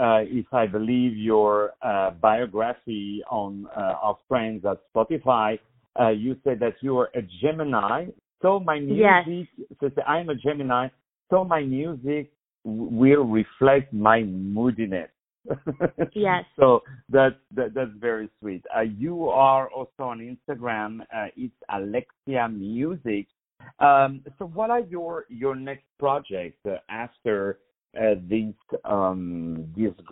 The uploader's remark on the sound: On the phone